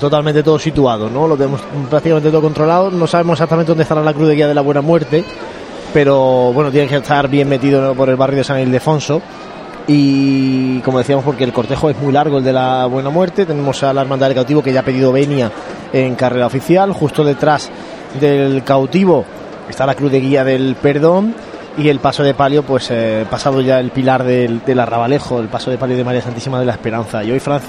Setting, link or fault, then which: setting, outdoors